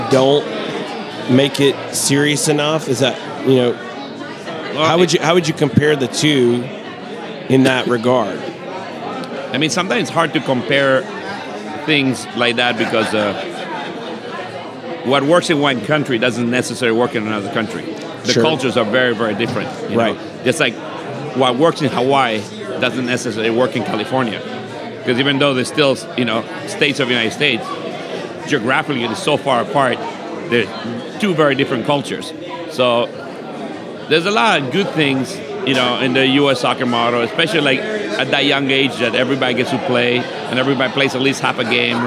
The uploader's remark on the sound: Live at the Bar of the US Soccer AGM